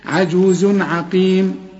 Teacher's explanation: كل تنوينه بعده عين، العين من حروف الإظهار، ما تغنش